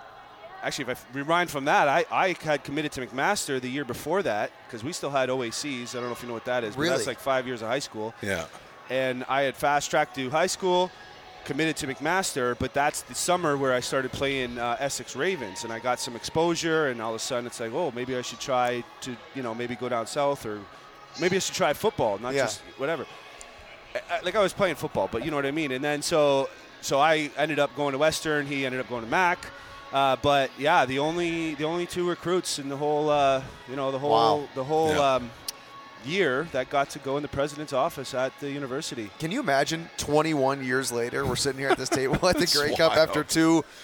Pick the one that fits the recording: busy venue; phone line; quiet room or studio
busy venue